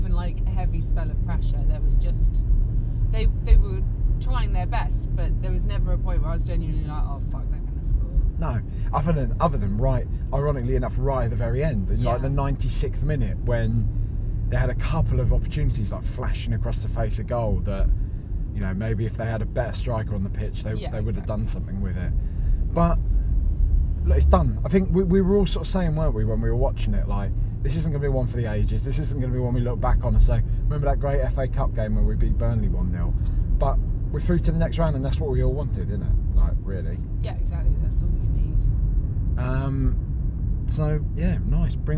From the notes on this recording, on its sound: Recorded in a car.